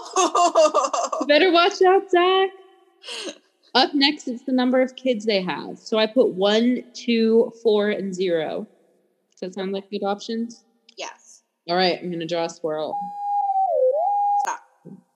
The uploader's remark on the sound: We apologize for the spotty audio here. Neither of us have microphones.